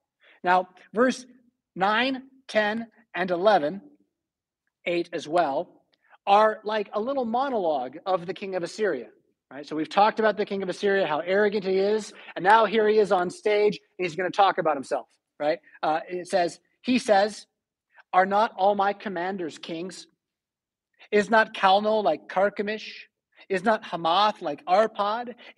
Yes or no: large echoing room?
yes